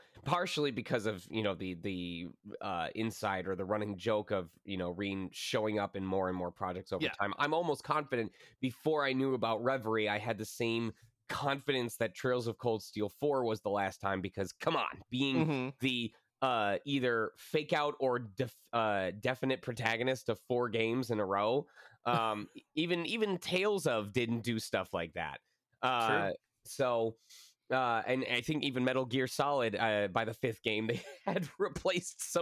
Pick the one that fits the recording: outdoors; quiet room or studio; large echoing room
quiet room or studio